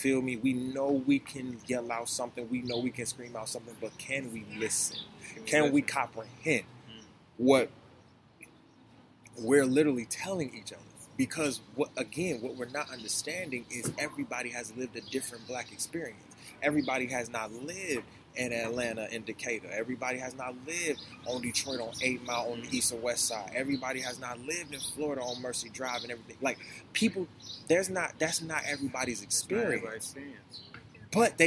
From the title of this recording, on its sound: THE POP-UP: LIVE FROM DOWNTOWN GRAND RAPIDS